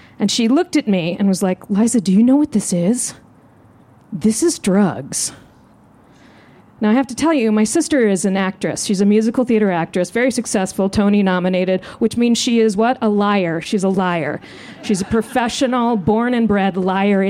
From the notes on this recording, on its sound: This story was recorded live, outdoors at Buntport Theater.